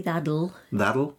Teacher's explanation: the T changes sometimes to a bit of a D